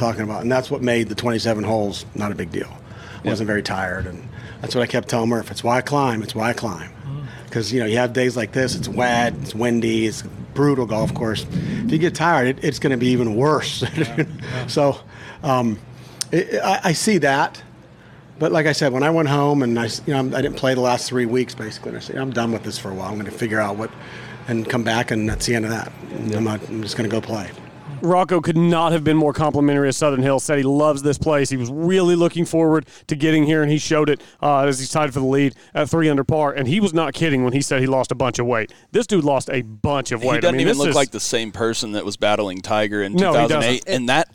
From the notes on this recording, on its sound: LIVE FROM SOUTHERN HILLS. Talking to several players after their rounds.